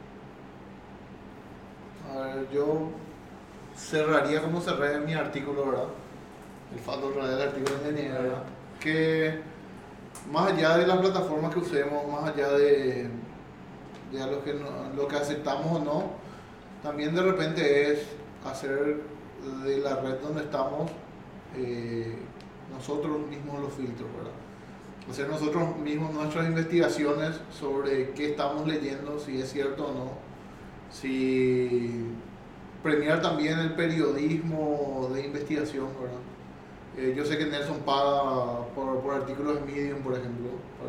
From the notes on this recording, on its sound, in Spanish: Pedimos disculpas por las dificultades técnicas